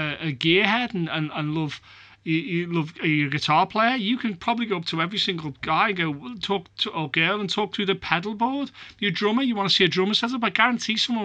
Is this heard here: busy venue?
no